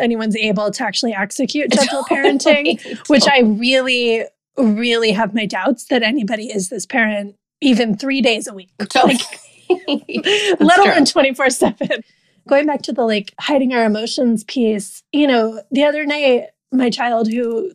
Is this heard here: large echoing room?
no